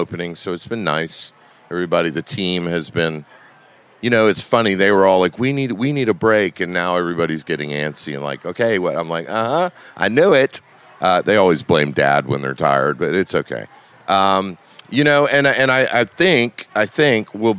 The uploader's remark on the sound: at Charleston Wine + Food 2020